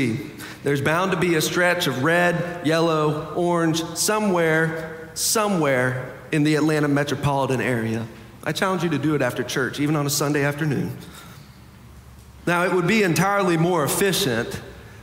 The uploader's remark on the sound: Preached on February 5, 2023 for our Sanctuary and MorningSong Worship Services.